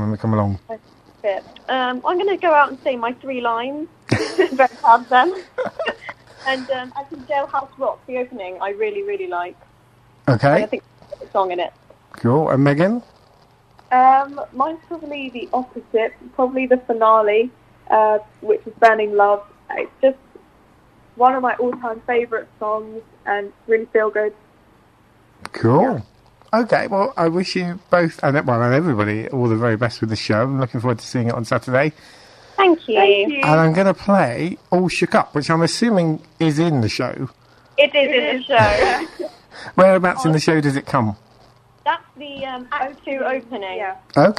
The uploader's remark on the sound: is joined on the phone